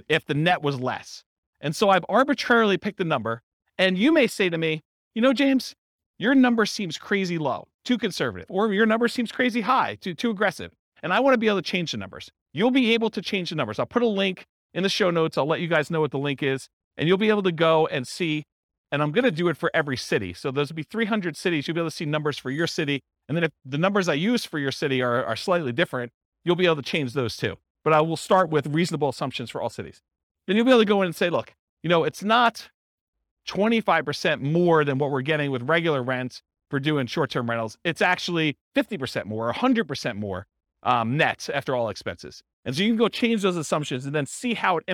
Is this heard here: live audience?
yes